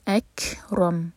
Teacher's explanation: را پر فتح، را ہیوی اور میم پر سکون لگا کر رکیں گے